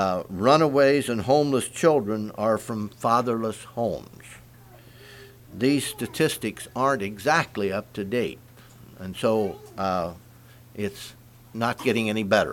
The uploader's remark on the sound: Message preached at Word Of Hope, Sunday Morning, October 22, 2023